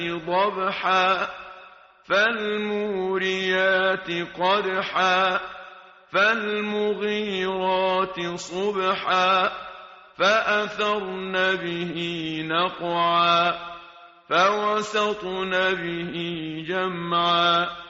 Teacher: حروف قلقله اون صدای زائدی که متناسب با ریتم صوتی کلمه باشه درش اجرا شد